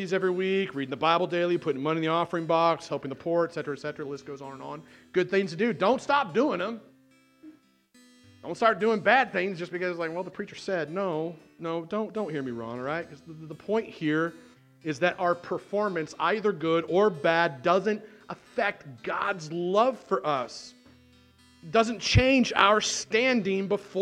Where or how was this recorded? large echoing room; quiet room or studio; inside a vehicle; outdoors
large echoing room